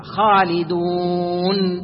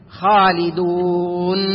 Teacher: النون الساكنة لا بد فيها من غنة يسيرة · Shown in: first take · حينما تنطقها خالدون، فهنا غنة بسيطة خفيفة، فلا بد من النطق بالغنة لكن لا تزاد خالدون، لا هذا خطأ، وإنما الغنة المتواجدة في نفس الحرف.